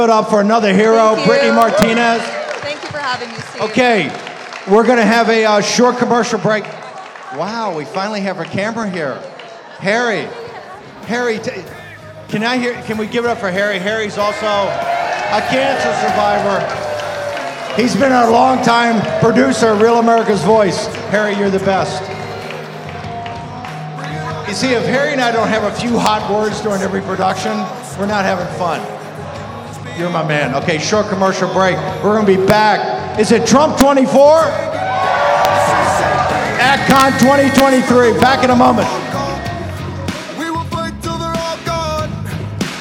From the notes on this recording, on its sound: Live From ACTCON